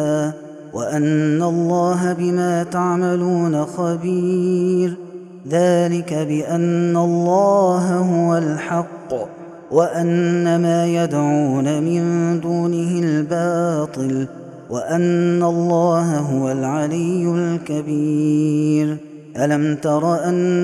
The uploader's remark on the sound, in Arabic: هذا التسجيل من صلاة التراويح